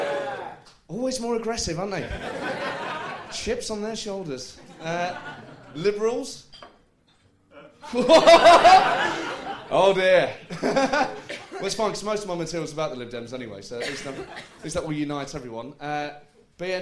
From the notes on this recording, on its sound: Recorded live at the St James Theatre.